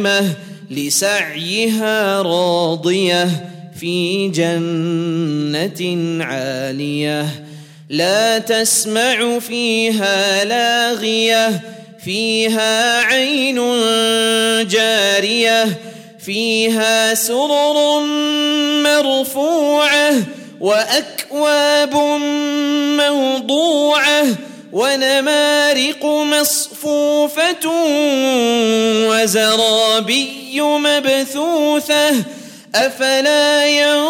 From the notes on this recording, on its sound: Jummah Programme at the Houghton Masjid (West Street).